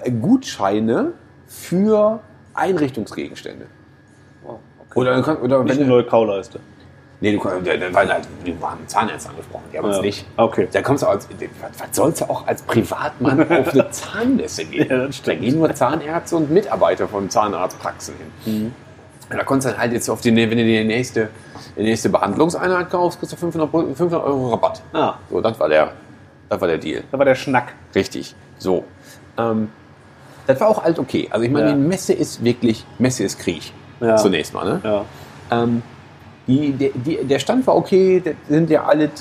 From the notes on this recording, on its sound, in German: Diesmal auch mit besonders atmosphärischen Ton :-) Erika´s Braterei in Mülheim/Ruhr